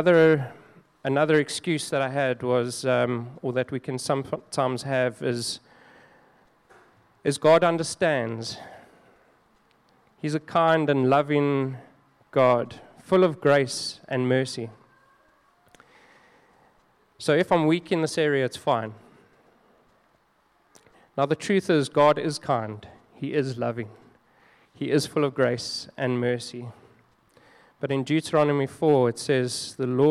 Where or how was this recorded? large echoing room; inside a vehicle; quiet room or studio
large echoing room